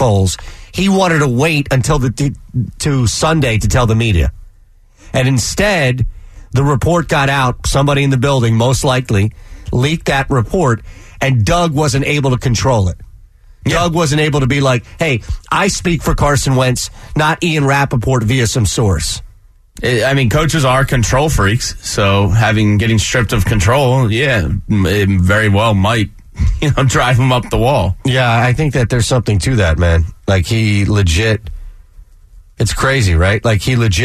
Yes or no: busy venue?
no